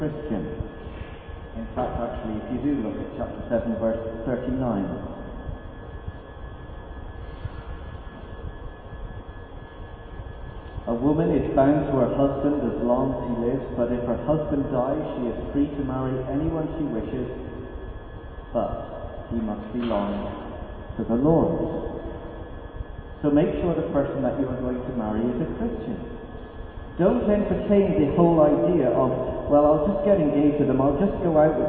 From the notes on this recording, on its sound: NOTE: AUDIO IN THIS WEEKS RECORDING IS OF POOR QUALITY.